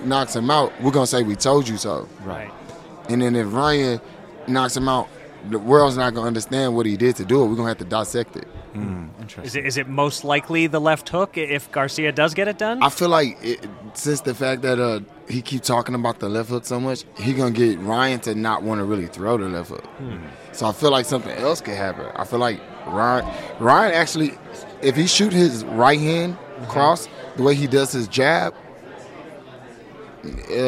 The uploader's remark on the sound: live from Las Vegas